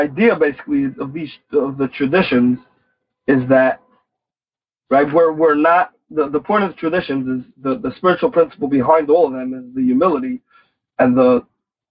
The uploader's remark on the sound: Noon Phone Speaker Meeting.